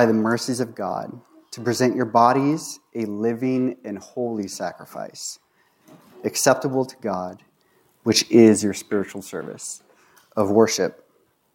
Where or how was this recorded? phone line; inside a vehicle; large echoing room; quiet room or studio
large echoing room